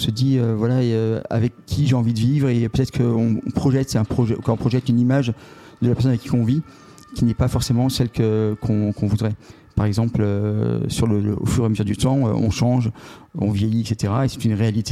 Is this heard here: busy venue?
yes